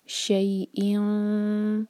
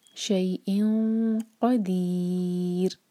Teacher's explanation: اس میں جو نون کی آواز ہے اس کو چھپائیں گے، اور ایسے چھپائیں گے کہ نیکسٹ لیٹر کے لیے زبان کو تیار کریں گے. نیکسٹ لیٹر ہے قاف، تو ہم پڑھیں گے شئیئن، آلموسٹ قاف کو ٹچ کرتے ہوئے، شئیئن قدیر. · Term: سلائڈنگ تنوین